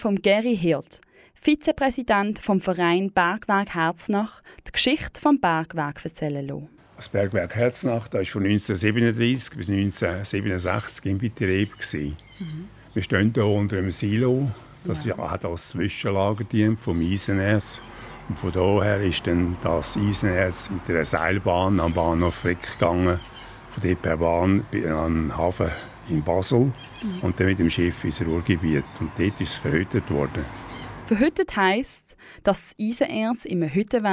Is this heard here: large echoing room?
no